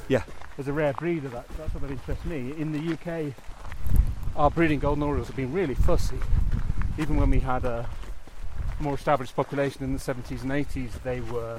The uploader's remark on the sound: Shows us around his local patch. We head into the hills.